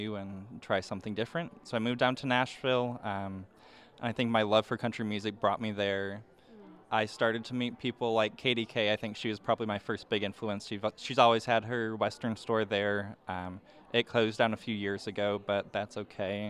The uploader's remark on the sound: Live from the 5th annual Ameripolitan Awards